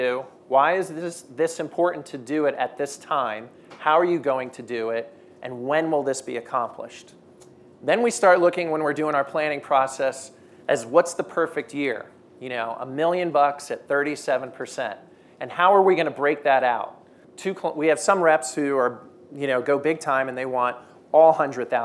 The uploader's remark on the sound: At our inaugural skucamp event in Palm Springs, CA, some of the most influential and progressive distributors and suppliers gathered to spend a few days in community, listening to speakers and learning from one another. Today’s skucast episode was recorded at skucamp.